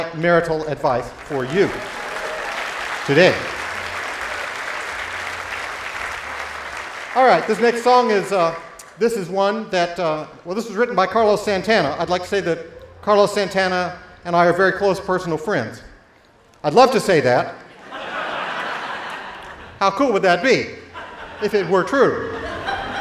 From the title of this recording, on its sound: Live In Concert: Newport Folk 2018